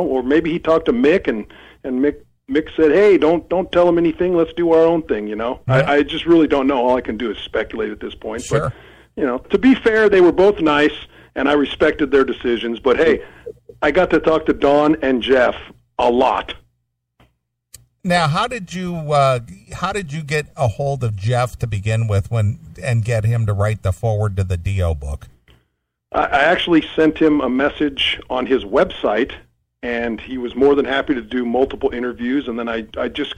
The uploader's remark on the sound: called